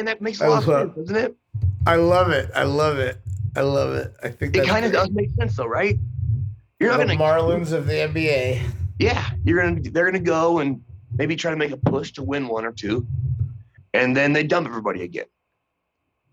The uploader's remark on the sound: link up via zoom